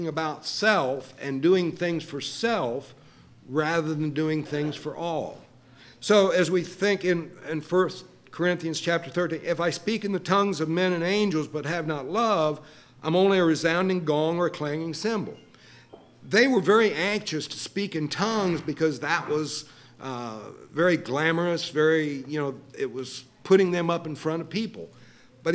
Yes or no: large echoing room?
yes